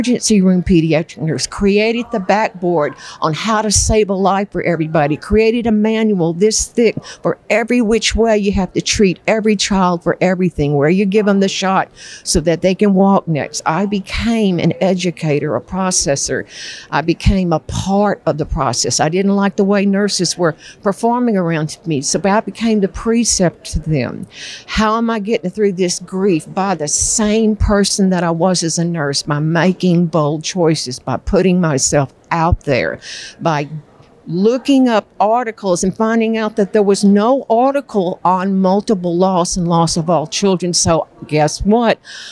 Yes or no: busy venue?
yes